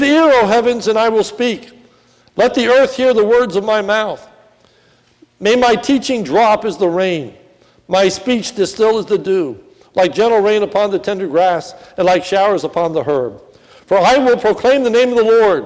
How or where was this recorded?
large echoing room